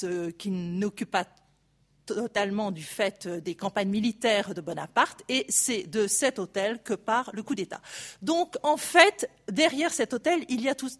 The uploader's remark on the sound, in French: Enregistrées le 28 janvier 2016 dans le cadre du colloque « Mobiliers, ensembles, décors.